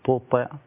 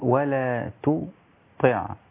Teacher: والطاء مكسورة وهي مفخمة في أدنى مراتب التفخيم · Shown in: second take